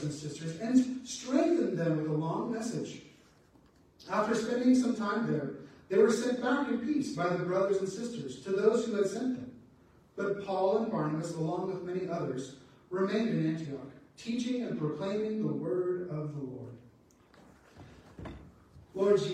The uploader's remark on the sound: Apologies for the sound not working well.